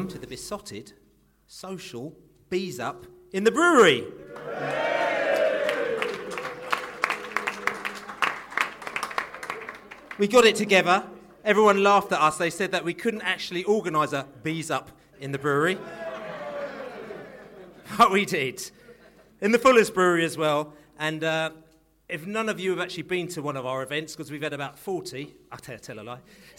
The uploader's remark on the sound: The Beesotted Bees-Up in Fullers Brewery. There were all sorts of tales told on the night.